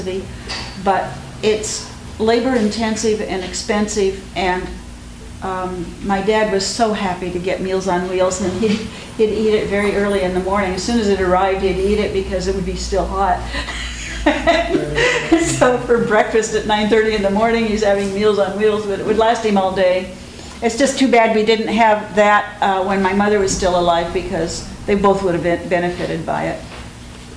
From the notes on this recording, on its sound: THIS EVENT WAS RECORDED LIVE AT SKYLIGHT BOOKS FEBRUARY 5, 2011.